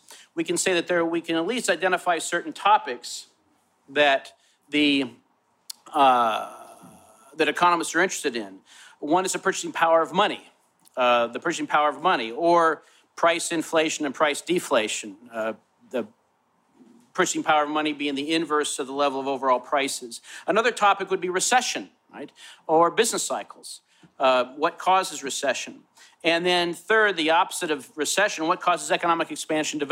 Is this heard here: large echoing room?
yes